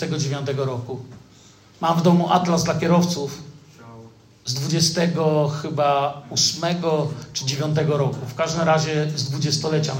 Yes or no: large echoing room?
yes